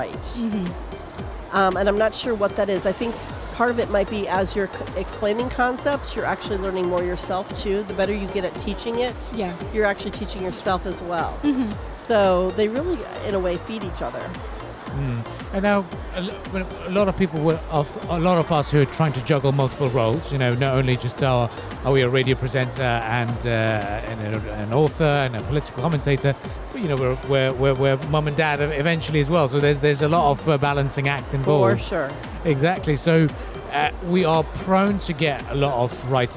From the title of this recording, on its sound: Live from SIBF 2023